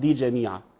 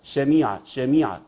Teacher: الجيم والشين والياء بيخرجوا مخرج قريب جدا جدا